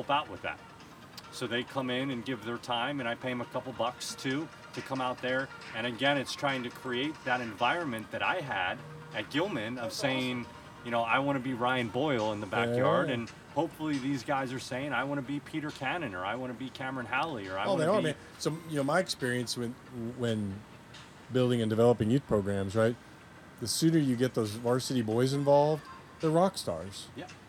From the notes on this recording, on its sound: conducting the interview on Caven Field and the soundtrack from the girls field hockey practice